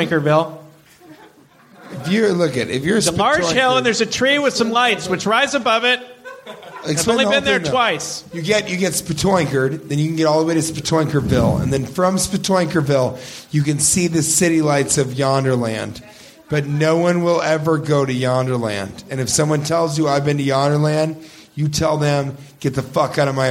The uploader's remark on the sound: Live from Skyline Comedy Cafe!